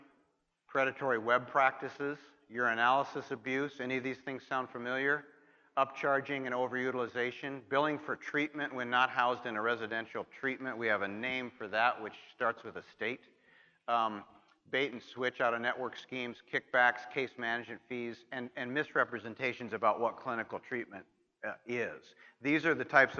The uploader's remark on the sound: opening remarks at the 39th Annual Leadership Conference of the National Association of Addiction Treatment Providers at Barton Resort in Austin, Texas